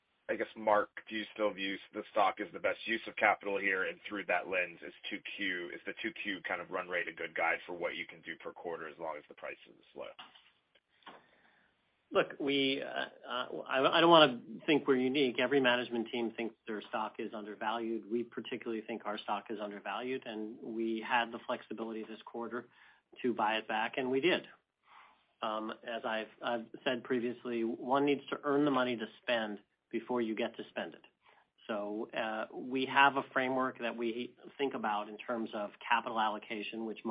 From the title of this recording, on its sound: Earnings Conference Call